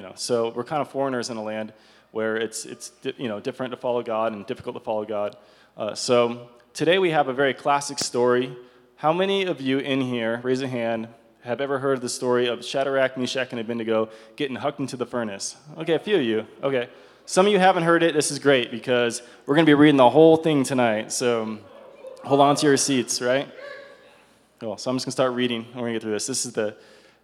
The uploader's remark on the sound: This is a recording of CSU Chi Alpha's Outpost service recorded on 02/09/22.